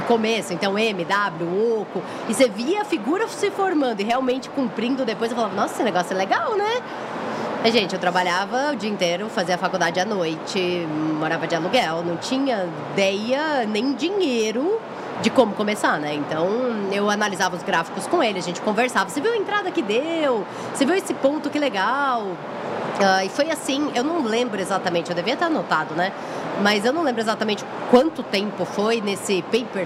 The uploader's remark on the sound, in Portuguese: gravado direto da Expert XP 2023